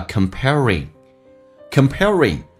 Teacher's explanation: ing 形式在口语化当中说成一个前鼻音叫 in 的一个形式，不是 ring, alright, ring 就可以了，靠前一点。